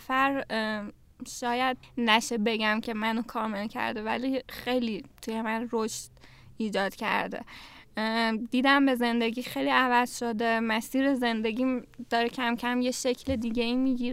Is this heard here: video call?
no